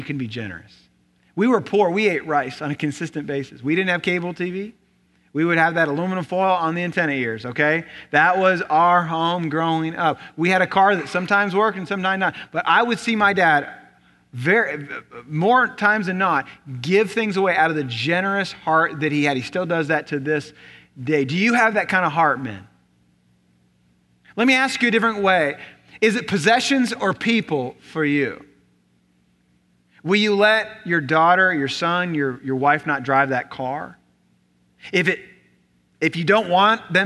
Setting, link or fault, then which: setting, large echoing room